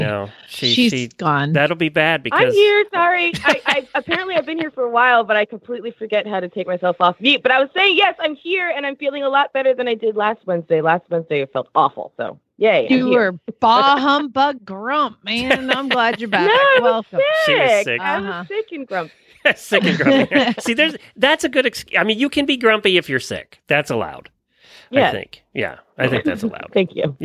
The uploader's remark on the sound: Annual Holiday Call-in Show